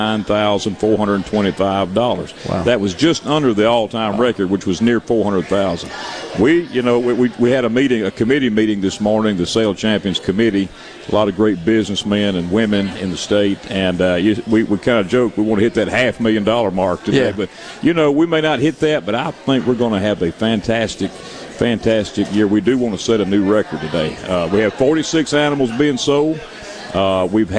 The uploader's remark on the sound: MidDays is LIVE from the Trademart at the Mississippi State Fairgrounds for the Annual Dixie National Rodeo and the Sale of Champions